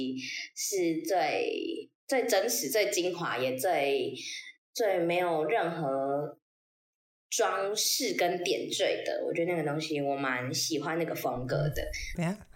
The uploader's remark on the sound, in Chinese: 這集錄音回音較大，敬請見諒